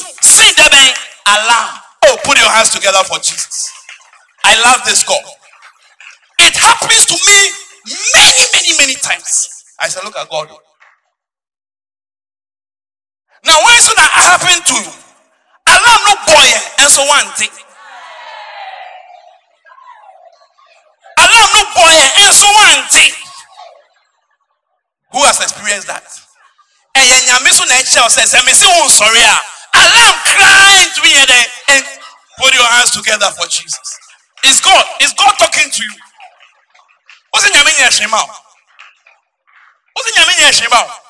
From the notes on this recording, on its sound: Preached at Gospel Salvation Church Akim Oda, Ghana at the Inspiration Morning Service on Sunday 15th March 2020